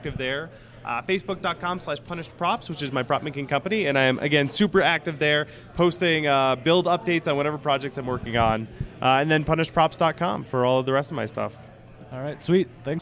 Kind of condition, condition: setting, busy venue